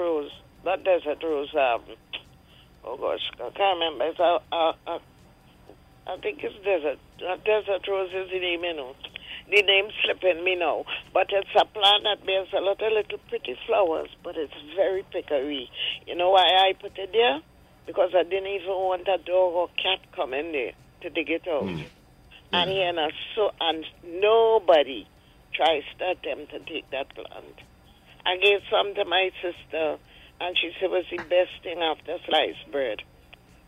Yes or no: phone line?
yes